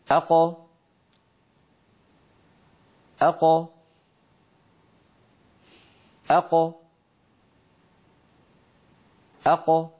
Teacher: القاف تخرج بالتباعد بين أقصى اللسان والحنك اللحمي · Term: القاف المقلقلة